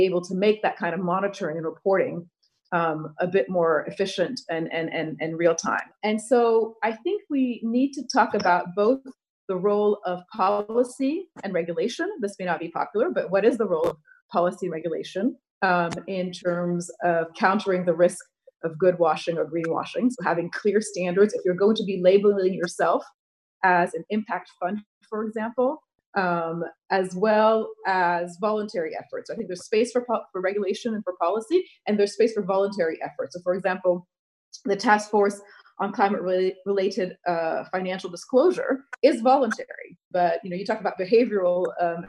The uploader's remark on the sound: joined on Zoom